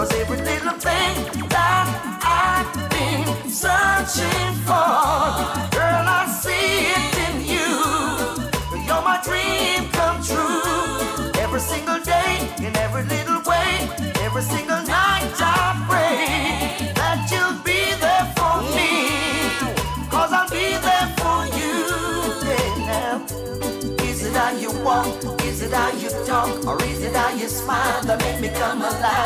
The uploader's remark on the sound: Live Juggling Pearl White Promotions At The Local Party Place The Bronx NYC